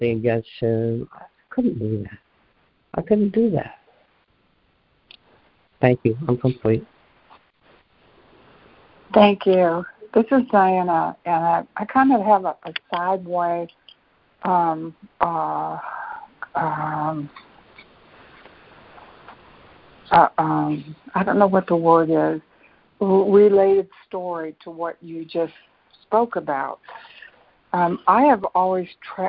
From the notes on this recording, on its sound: ACIM Daily Conference Call.